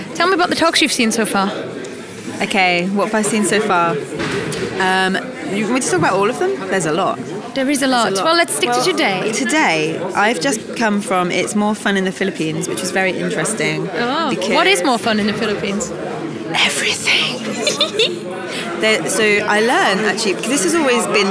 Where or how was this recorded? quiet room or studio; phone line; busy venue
busy venue